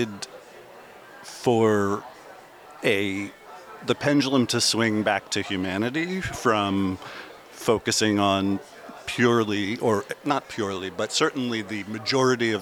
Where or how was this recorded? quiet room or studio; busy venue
busy venue